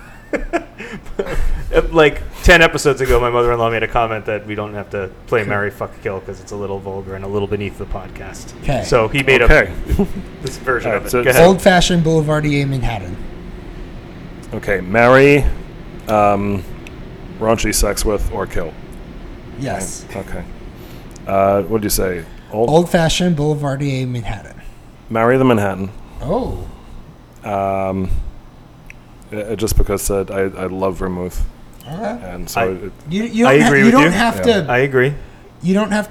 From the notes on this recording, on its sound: In our first “on-location” recording, the Notafoodie team travels to The Astorian, a new bar set to open in, you guessed it, Astoria Queens.